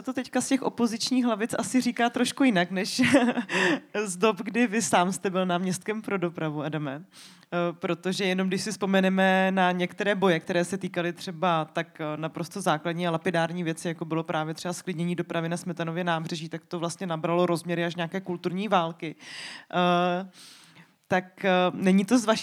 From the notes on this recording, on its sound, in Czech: Deník Alarm uspořádal v rámci tohoto festivalu živou debatu podcastu Bulvár.